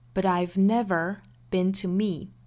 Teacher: 这句话的重读在 never 的 ne 和 me 上头，就是这两个音节是重读的，其他的呢要么就是虚词弱读，要么就是重读单词里的弱读音节，都是要做弱读的。